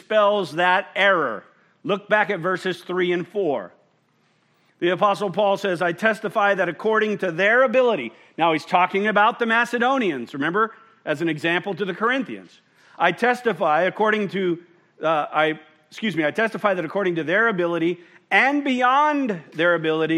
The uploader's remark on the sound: at Murrieta Valley Church in Murrieta, California